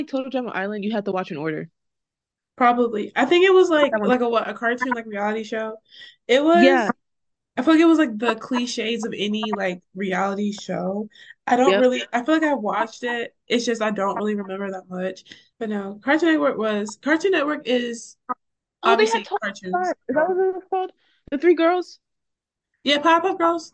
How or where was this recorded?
video call